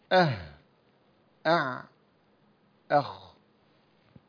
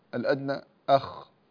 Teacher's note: فأقصى الحلق ويخرج منه الهمزة والهاء، ووسط الحلق ويخرج منه العين والحاء، وأدنى الحلق ويخرج منه الغين والخاء · Term: الأحرف الحلقية